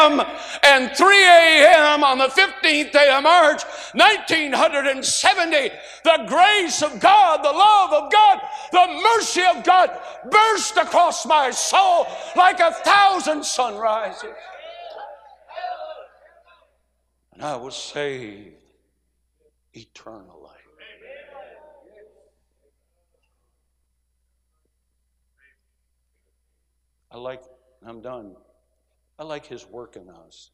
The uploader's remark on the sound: A sermon preached Monday Evening during our Spring Jubilee, on March 27, 2023.